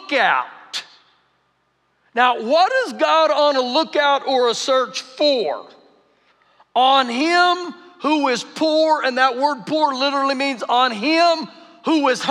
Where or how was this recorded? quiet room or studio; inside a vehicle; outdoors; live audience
live audience